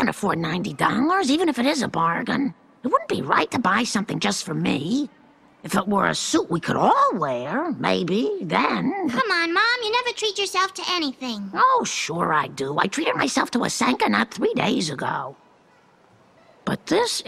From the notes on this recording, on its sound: Recorded at Spielart Festival, 2019, Munich (DE)